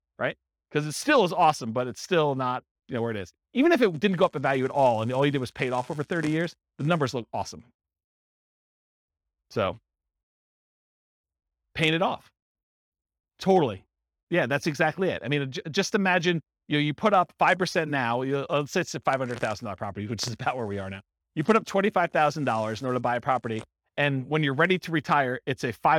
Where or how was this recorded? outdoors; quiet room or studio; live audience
live audience